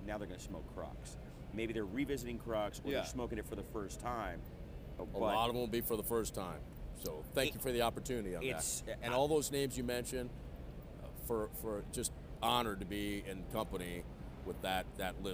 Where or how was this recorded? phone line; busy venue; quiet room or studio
busy venue